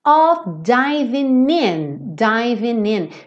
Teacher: Você percebe que esse G do ING quase sempre não é pronunciado mesmo, certo? Então, aqui ele pega esse N que está anterior ao G e já liga no in